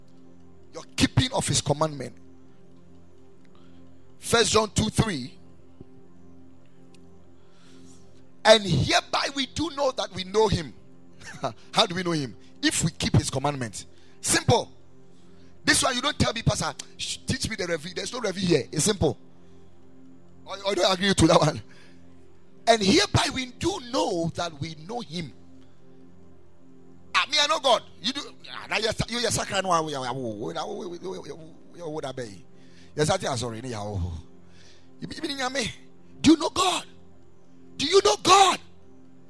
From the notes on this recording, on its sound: Preached at the Ekklesia Chapel